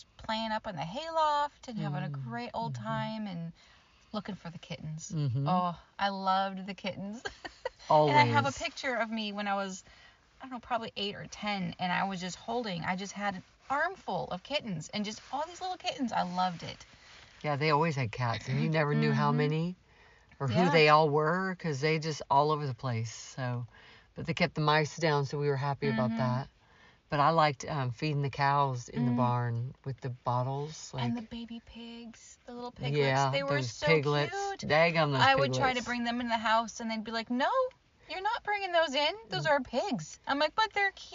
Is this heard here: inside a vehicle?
yes